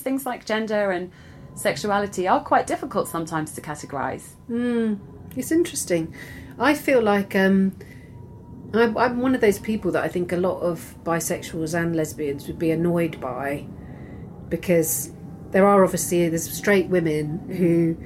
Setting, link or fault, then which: fault, sounds in the background